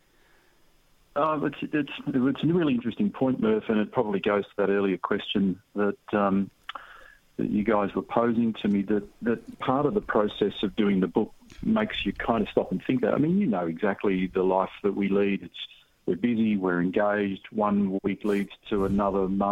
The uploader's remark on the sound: Dials in from Australia.